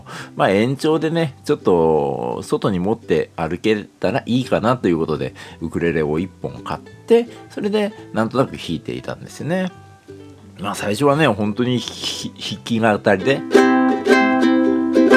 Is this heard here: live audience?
no